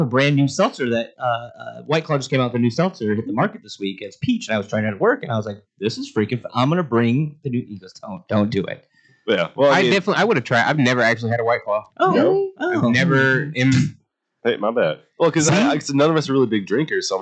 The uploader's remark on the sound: Disclaimer the audio is a little distorted in this episode due to some equipment issues.